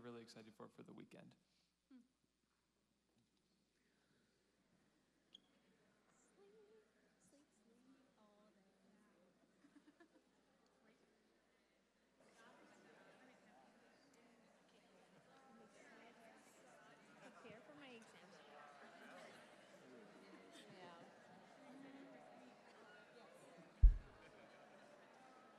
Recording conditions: large echoing room